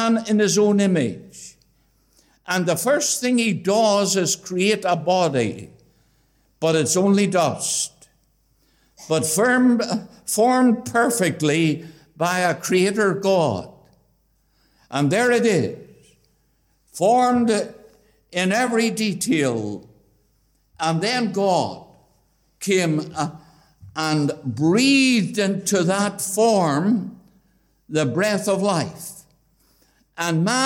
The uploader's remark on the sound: a Gospel Audio Recording from Ballyclare Gospel Hall